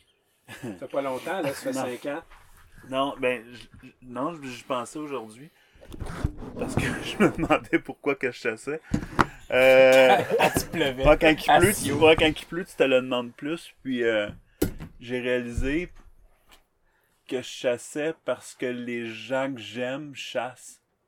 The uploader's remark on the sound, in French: Le soir d’une journée où ils ont abattu un orignal, en Gaspésie. Ça s’est produit une journée de forte tempête de pluie, en septembre 2020, et le bruit de fond que vous entendez à l’occasion est la pluie et le vent qui souffle sur la tente d’explorateur, dans laquelle ils ont séjourné, à la merci des éléments, au fond de la forêt québécoise.